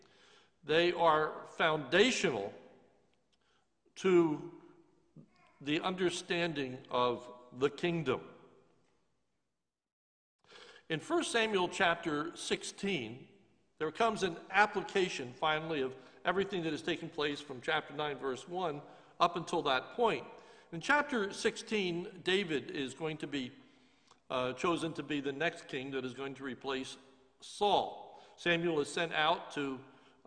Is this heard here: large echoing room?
yes